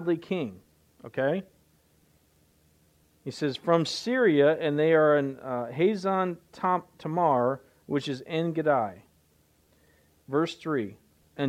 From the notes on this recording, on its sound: recorded Live at The River Worship Center, Warsaw Indiana